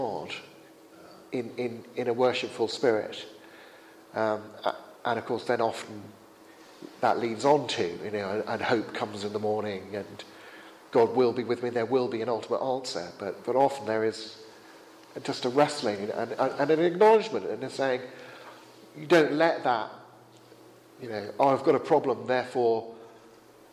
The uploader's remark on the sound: held at Highfield Church Southampton, Sunday 23rd July 2017